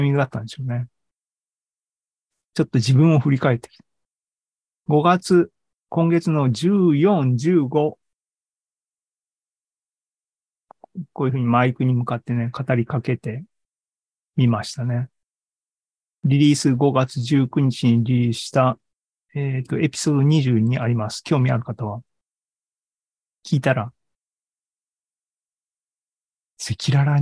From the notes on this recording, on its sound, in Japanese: AI ポッドキャスト、シーズン４１は２０２３年５月３１日に開催した ZOOMライブの模様です。